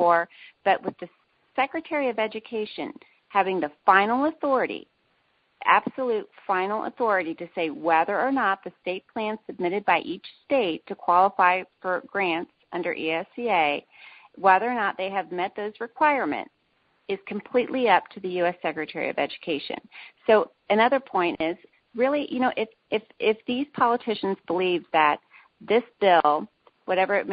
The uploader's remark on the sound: Women On the Wall Conference Call